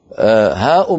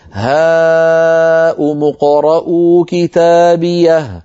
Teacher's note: ها أم أيها الإخوة كلمة واحدة، كلمة واحدة، والمد فيها مد متصل